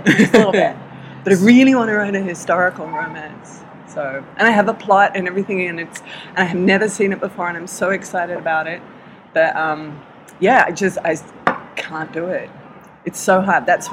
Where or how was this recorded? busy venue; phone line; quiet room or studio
busy venue